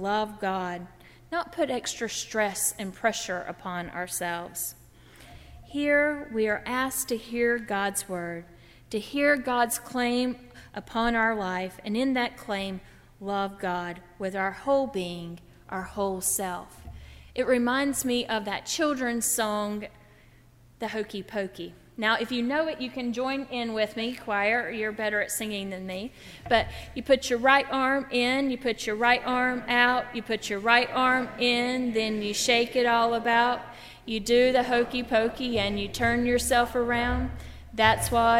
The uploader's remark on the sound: During the Heritage service (11:00 am) on Sunday June 5, 2016, at First Presbyterian Church of Arlington Heights, Illinois. Part of Baccalaureate Sunday.